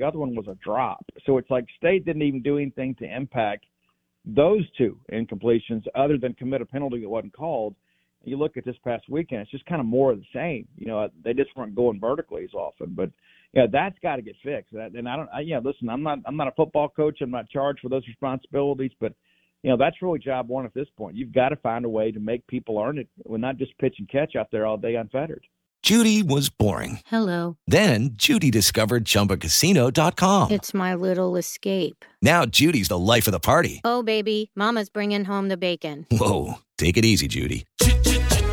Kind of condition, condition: link, phone line